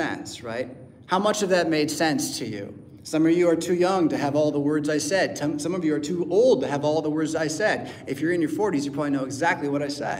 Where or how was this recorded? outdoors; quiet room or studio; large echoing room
large echoing room